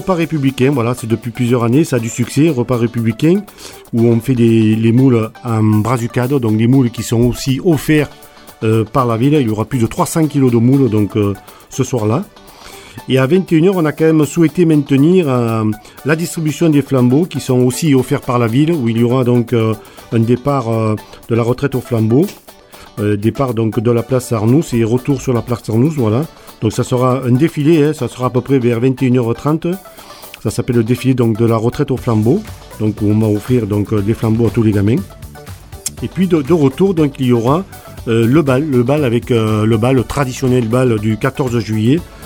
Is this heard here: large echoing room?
no